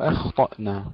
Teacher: ترقيق الهمزة ثم تفخيم الخاء مع سكونها ورخاوتها بدون قلقلة، تفخيم الطاء أخطأنا.